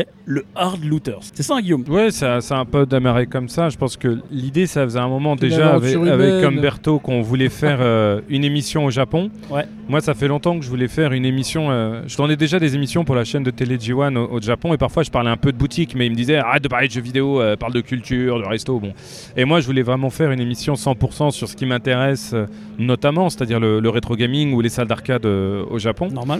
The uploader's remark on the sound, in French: Lors de la Retrogaming Play, notre équipe a enregistré une série d’interviews